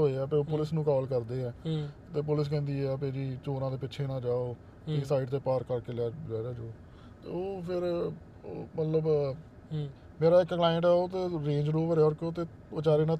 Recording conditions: inside a vehicle